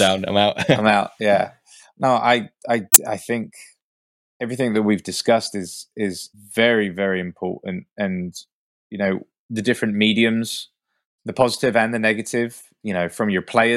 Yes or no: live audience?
no